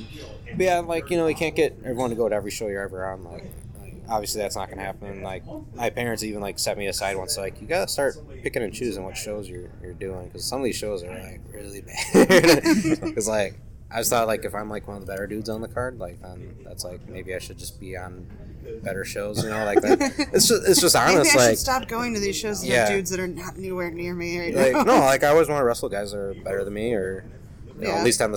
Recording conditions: poor microphone